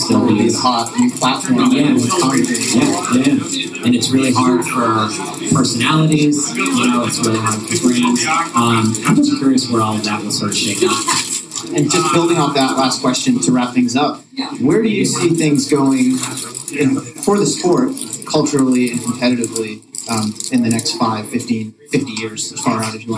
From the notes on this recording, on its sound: This episode was recorded a few days before the 2018 Boston Marathon at Tracksmith’s Trackhouse. We had some audio issues and background noise in this episode.